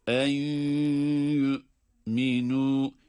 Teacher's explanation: İdgamı maal gunne var burada. Yani cezimli nundan sonra ya harfi geldiği için hem idgam yapıyoruz hem de tabi maal gunne demek suretiyle de ona da gunneli olduğunu da anlıyoruz.